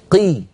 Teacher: يعني بالحق، انظر يا أخي يا أنس ولكل من يسمعنا، قا قا قا قا، انظر تأمل أين مخرج القاف، قا قا قا قا قا قا، هذا المكان هو نفسه قي، لا نقول قا قا قا كي، لما نأتي بالمكسورة نجعل المخرج يتقدم قليلا